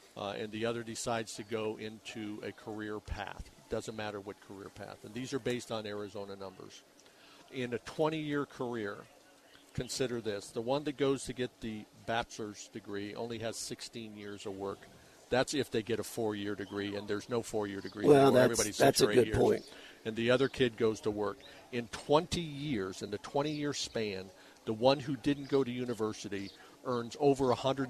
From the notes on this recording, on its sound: on location from The 2023 Tucson Book Festival